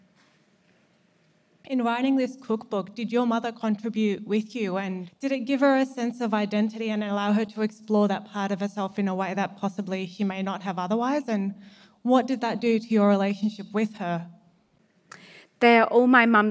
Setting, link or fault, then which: setting, live audience